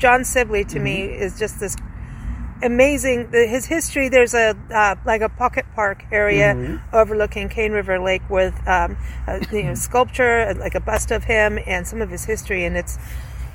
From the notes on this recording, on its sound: Recorded onsite at the historic American Cemetery